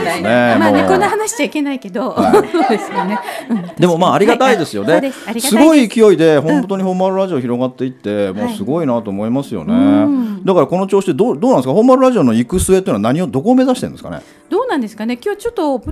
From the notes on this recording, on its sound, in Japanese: 講演会＆道後温泉ご一行様公開収録。